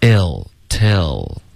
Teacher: Till 发成了撤，好像应该是一个 t 的音